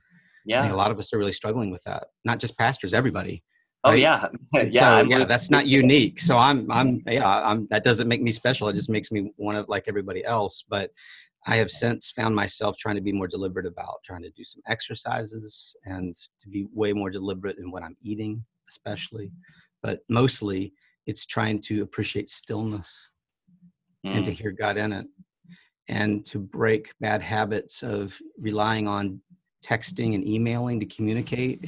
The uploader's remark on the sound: talked via Zoom